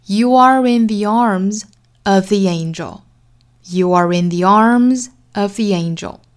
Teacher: 可以在 arms 的位置重读一下，重读之后会带来后面的一处短暂的停顿，这样呢就可以省去一处连读的难度了。